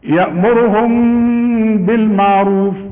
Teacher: ما تقفلش شفايفك، بقول لك انفراك في الشفايف خفيف